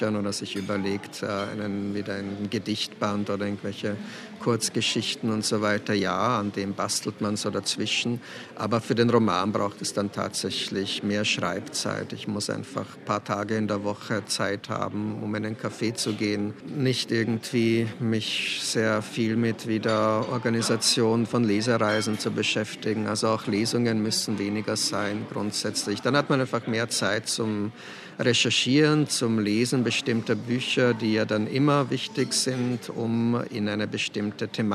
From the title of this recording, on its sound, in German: In Thomas Bernhards Wiener Stammcafé